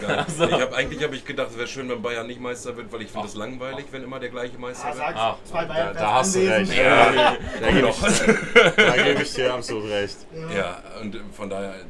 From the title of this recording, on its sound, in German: Live aus dem Aquarium im Artlandstadion